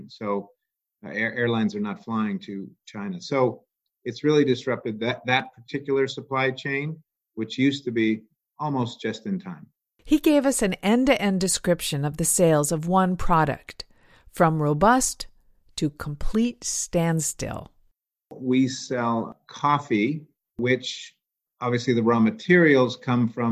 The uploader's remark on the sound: To maintain social distancing, this interview was recorded via the web.